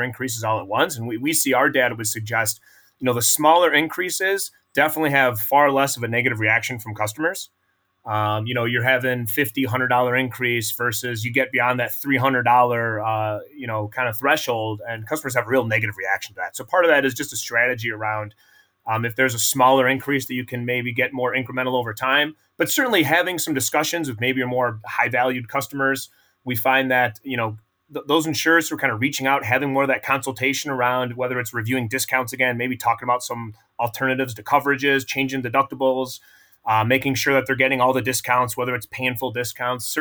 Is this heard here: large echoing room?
no